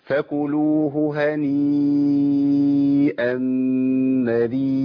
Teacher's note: اتصل المد، حرف المد الياء بالهمزة في كلمة واحدة